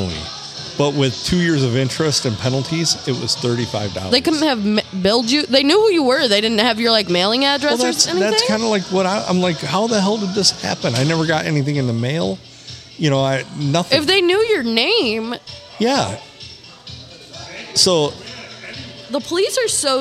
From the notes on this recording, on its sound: We recorded this gem at the Blue Water Sports Bar in lovely Port Sanilac.